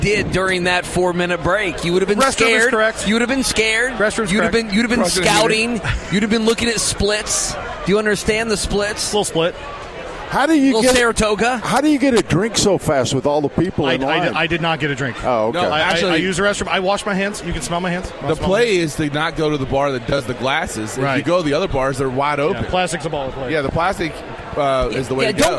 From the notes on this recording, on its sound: live from Churchill Downs